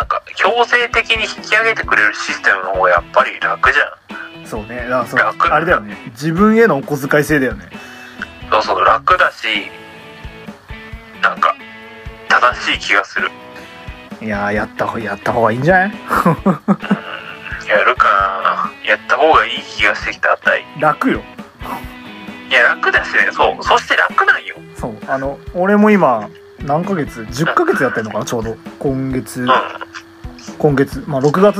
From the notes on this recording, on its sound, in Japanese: 録音機材：iPhone7